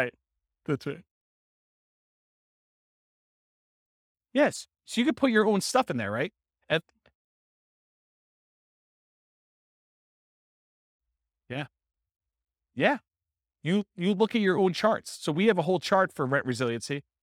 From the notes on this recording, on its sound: This was a live class recorded